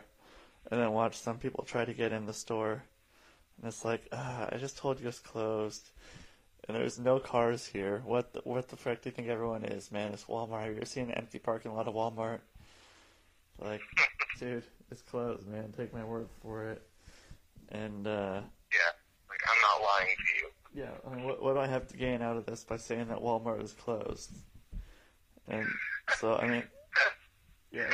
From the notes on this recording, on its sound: This is a call in from Spokane Washington.